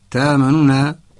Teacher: اختلاس حركة النون الأولى يأتي بضمة ضعيفة تامننا يعني ضمة سريعة جدا حتى يأتي بجزء من الضمة. · Term: الروم